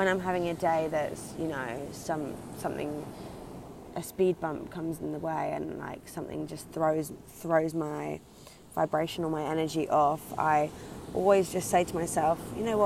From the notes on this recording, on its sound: Recorded live by the Atlantic Ocean.